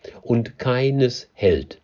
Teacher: ein Jambus, sagen wir immer, weil das unbetont beginnt